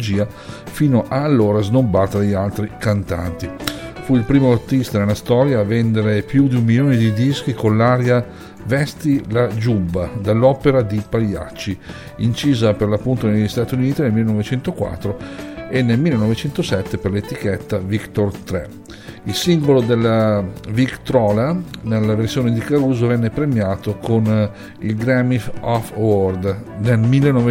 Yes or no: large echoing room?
no